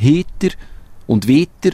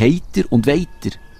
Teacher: Da merkte ich, dass sie Ei aussprachen, statt wie wir jenen seltsamen Laut zwischen E und I. · Shown in: second take